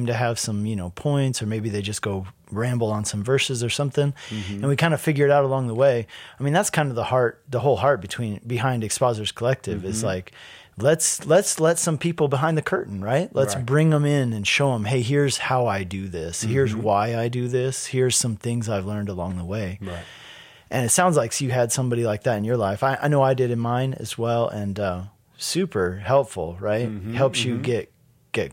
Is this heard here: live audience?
no